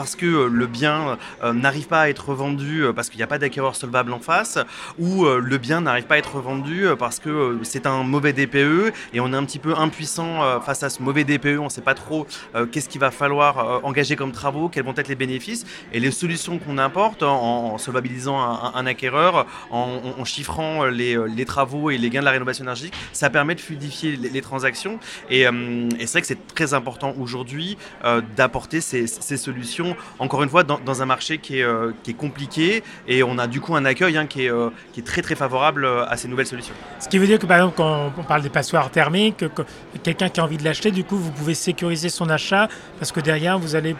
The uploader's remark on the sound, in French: Ce podcast a été enregistré à Immo, le congrès de la FNAIM, les 4 et 5 décembre 2023, à Paris.